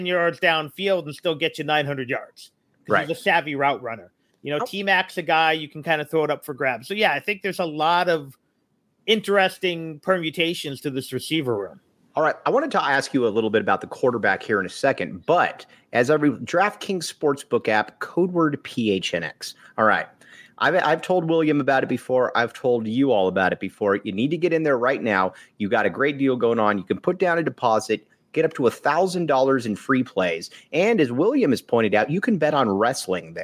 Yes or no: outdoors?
no